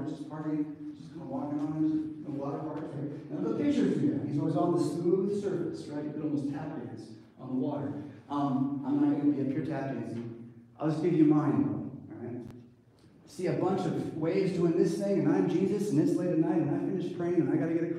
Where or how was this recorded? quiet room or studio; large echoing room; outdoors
large echoing room